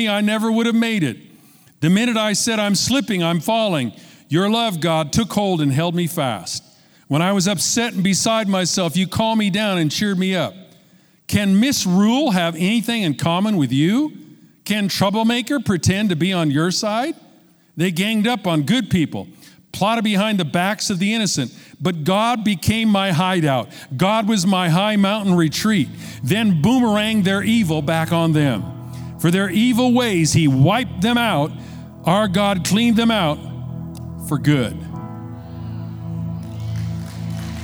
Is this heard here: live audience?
yes